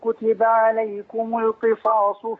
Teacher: ميم الجمع تضم على طول، لكن انت حضرتك ما كسرتهاش بس خليتها بين الكسر والضم